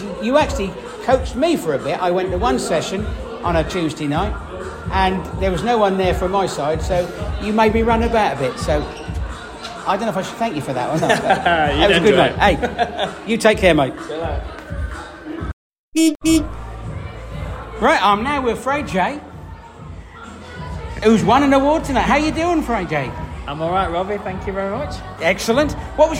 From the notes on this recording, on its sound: travels to the club annual dinner to interview club members from all teams